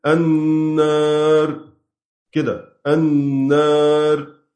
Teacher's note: أنت كل اللي عملته رققت الراء، هذا كل اللي حضرتك عملته إنك رققت الراء وهو خطأ.